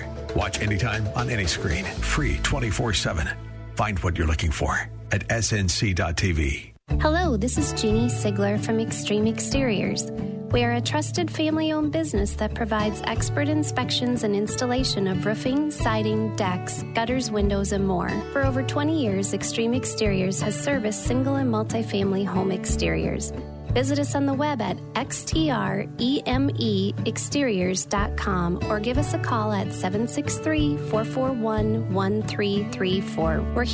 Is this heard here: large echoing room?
no